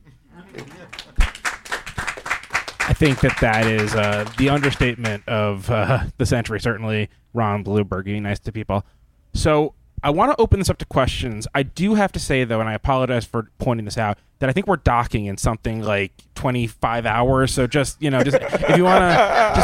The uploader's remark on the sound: Live from the Legends of Baseball Cruise